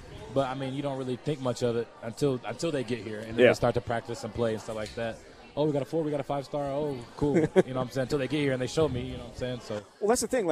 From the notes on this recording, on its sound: live from Monk's in Sun Prairie